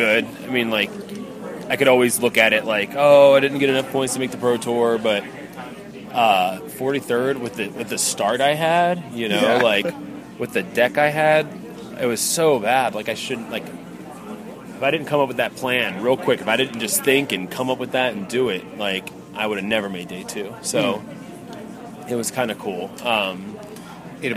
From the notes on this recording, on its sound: record on the street, Top 8 Magic style, in Vegas